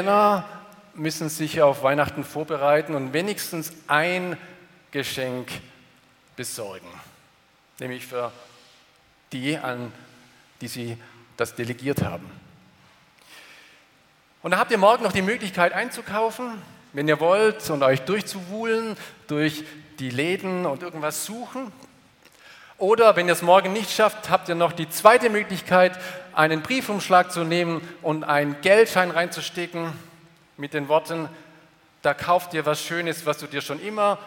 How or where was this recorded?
large echoing room